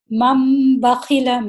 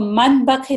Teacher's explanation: تو نون ساکن کے بعد اگر با آ رہا ہے تو نون ساکن نہیں پڑھیں گے، بلکہ اس نون ساکن کو ہم میم میں بدل دیں گے · Shown in: first take · اور اس کو پڑھیں گے مم بخیل اس کو من بخیل نہیں پڑھیں گے، نون نہیں پڑھیں گے بلکہ میم پڑھیں گے، مم بخیل.